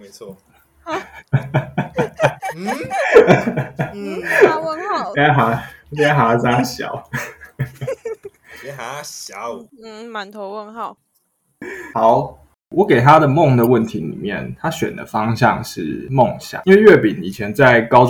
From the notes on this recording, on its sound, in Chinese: 一樣採用遠端錄音和極度拙劣的剪輯能力，還請大家多包容音質和音量上的問題